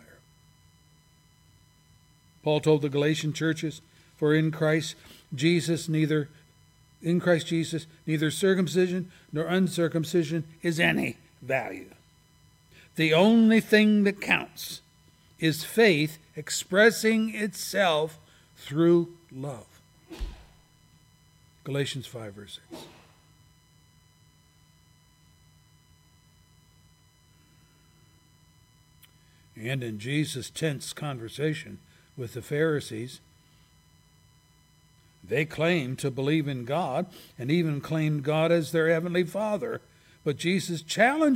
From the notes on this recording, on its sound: services recorded at Thornville Baptist Church